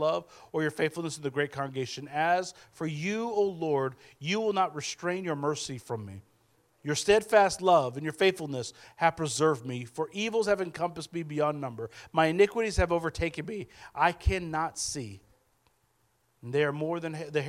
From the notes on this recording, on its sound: speaking at Soma Community Church in Jefferson City, MO